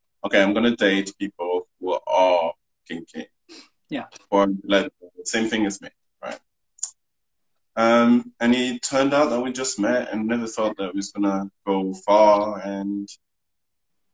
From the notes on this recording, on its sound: Recorded on 18 July 2020 on Instagram Live